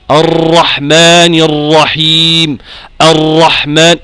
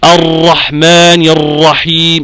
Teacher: يقوم الهواء يحرك اللسان بشكل مترلي، يحصل فيه ترلي في اللسان · Term: تكرار